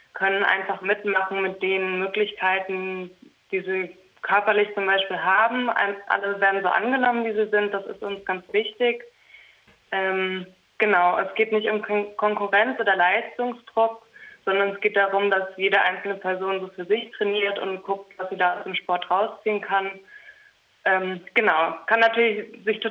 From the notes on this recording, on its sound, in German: Jetzt hier am Telefon.